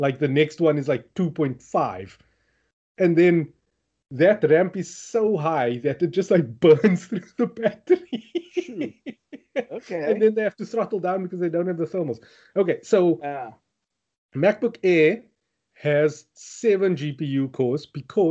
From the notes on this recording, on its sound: Recorded via Skype